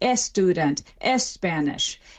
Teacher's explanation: the SP and the ST clusters cannot happen word initially in Spanish. And so what they do is something similar to the strategy that an English speaker trying to speak Swahili would, and they stick a vowel beforehand. · Term: phonotactic constraints